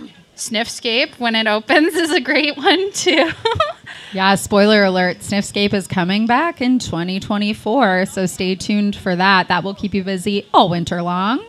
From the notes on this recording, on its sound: LIVE from the Pawliday Market in downtown Kitchener.